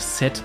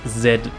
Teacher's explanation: Scharfes S, hartes T und weiches, stimmhaftes S, S und ein D.